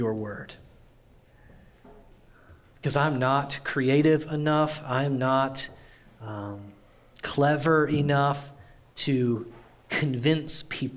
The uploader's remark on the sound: audio from New City Church in Champaign-Urbana, IL